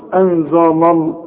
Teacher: اللام هنا مرققة، اللام بتاعت لفظ الجلالة هي المفخمة